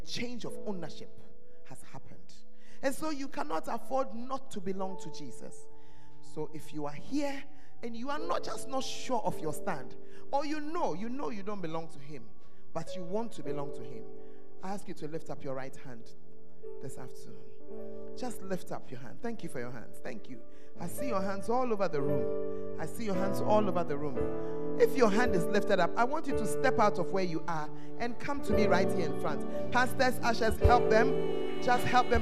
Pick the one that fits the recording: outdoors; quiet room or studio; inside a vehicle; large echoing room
large echoing room